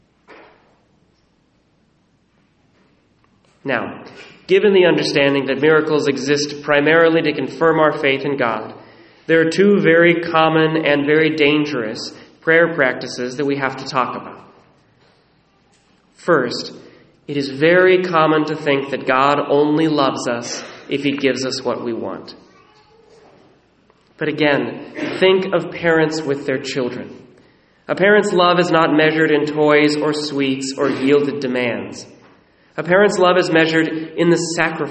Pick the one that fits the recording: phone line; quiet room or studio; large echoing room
large echoing room